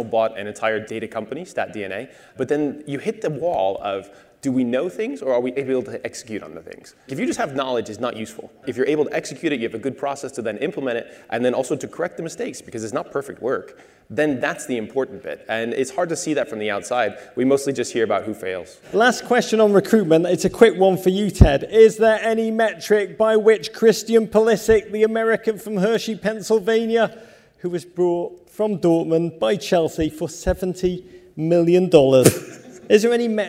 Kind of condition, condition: setting, live audience